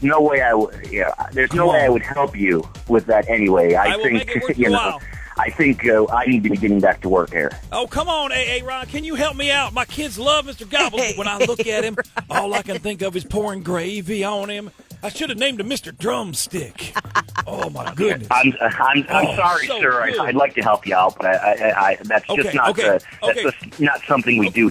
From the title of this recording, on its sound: Prank Call